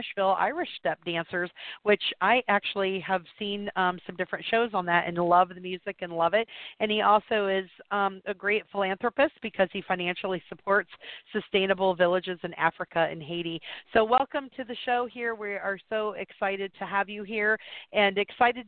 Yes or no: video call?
no